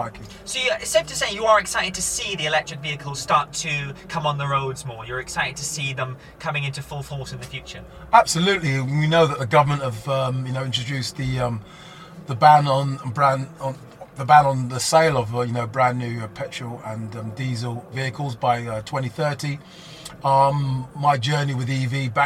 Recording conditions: busy venue